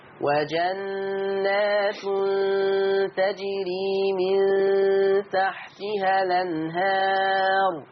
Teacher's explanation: في قاعدة تانية عايز أقولها، بتقول أن ورش نقل حركة الهمز إلى الحرف الساكن قبلها، لما يكون عندي همزة متحركة وقبلها حرف ساكن، ورش بيعمل حكم اسمه النقل، يشيل الهمزة وياخد الحركة اللي على الهمزة ويحطها على الحرف الساكن